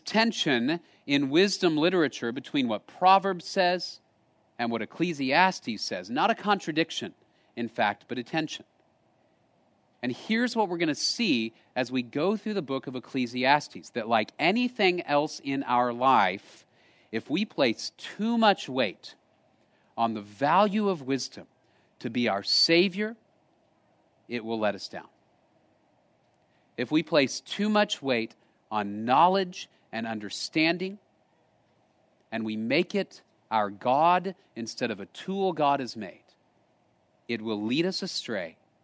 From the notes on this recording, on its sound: Location: Grace Bible Church Creekside